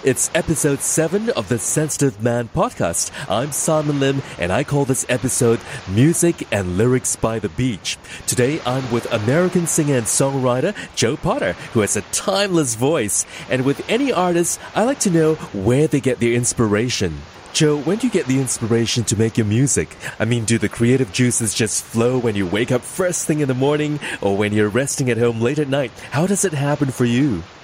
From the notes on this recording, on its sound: captured with the sound of gentle waves on a balmy day in Singapore